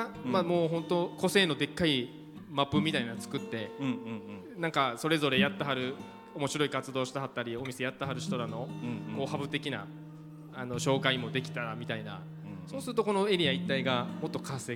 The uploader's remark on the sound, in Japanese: 公開収録。大きな倉庫でこれからびわ湖湖西の新たなカルチャーがはじまる予感。貴重なLIVE音源も4曲収録！